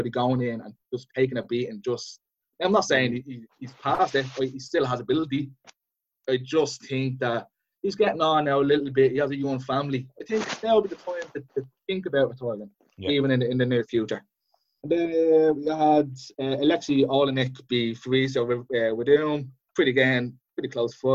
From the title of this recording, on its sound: Zoom Chat